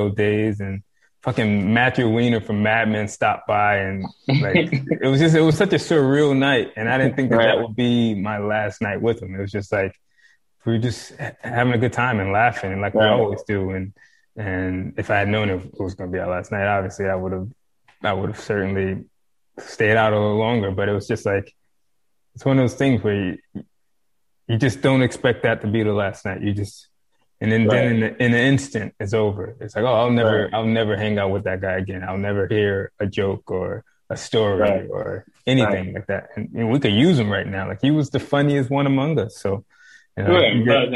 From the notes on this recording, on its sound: Joined me over Zoom.